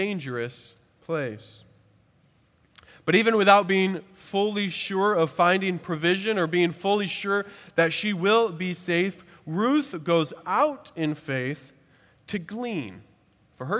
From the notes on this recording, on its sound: At Redeemer Presbyterian Church in Charleston, SC